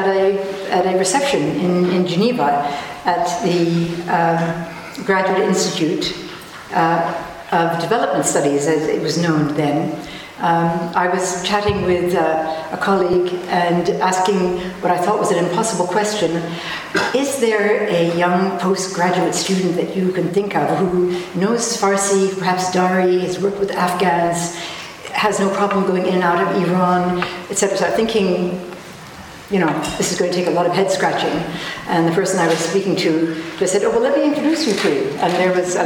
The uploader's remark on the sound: Annual Elizabeth Colson Lecture 2012. Recorded on 6 June 2012 at the University Museum of Natural History, Oxford.